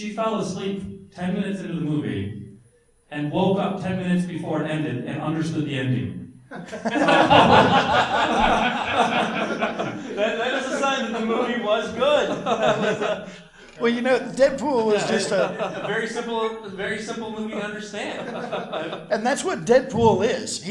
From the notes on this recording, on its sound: The Great Debate at Indiana Comic Con 2017. An interactive panel, our audience joined in to argue about their favorite films.